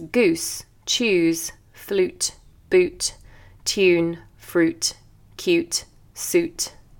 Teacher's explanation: The lips go into a round shape and you really need to push them forward. Ooh, those boots are so cute.